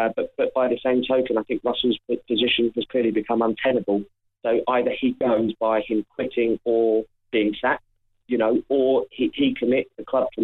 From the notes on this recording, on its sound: There's also a special guest on the phone.